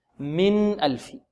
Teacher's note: نون خارجة من مخرجها من طرف اللسان · Term: غنة ناقصة